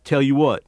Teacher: disappearing L's after vowels.